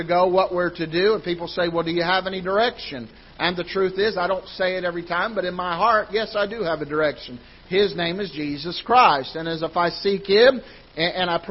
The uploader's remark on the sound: Ketha Heights Baptist Church ~ Live Broadcast